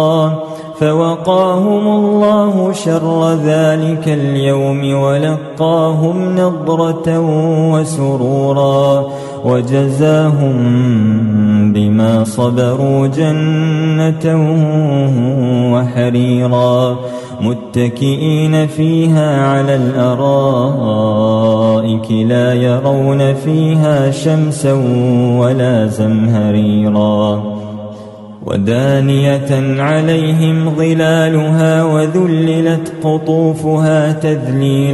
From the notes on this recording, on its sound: recorded at Green Lane Masjid, Birmingham, UK.